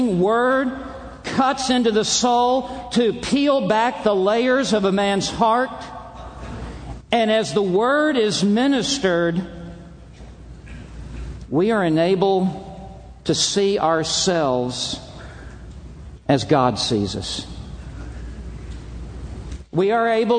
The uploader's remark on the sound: from the Shepherds' Conference - Inerrancy Summit